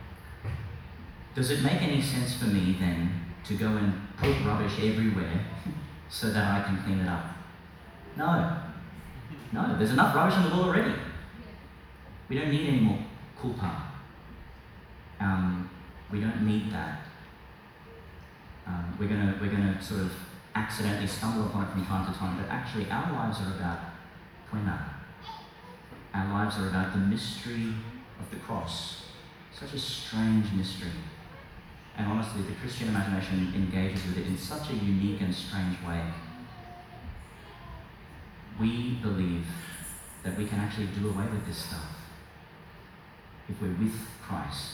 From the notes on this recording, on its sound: Delivered to the young people at Ignite Youth Summer Camp 2022, QCCC Mapleton. The first Gospel (Luke 19:28-40) before processing to the Altar is what is included in this recording, rather than the dramatised Gospel (Lk 22:14-23:56).